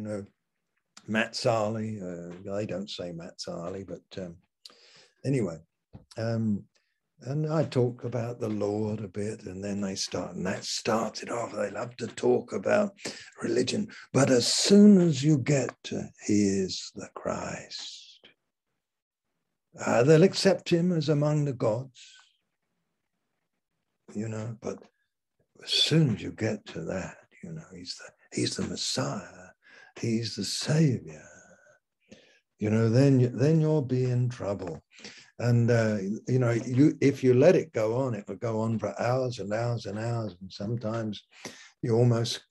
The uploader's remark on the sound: Malaysia Meets (Zoom).